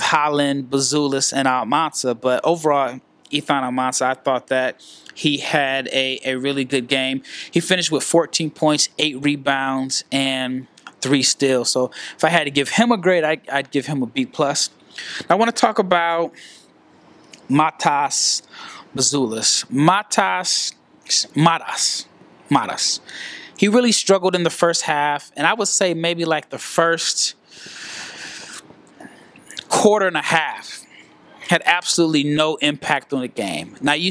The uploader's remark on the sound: Live from Henderson, NV. At the first annual G League Invitational.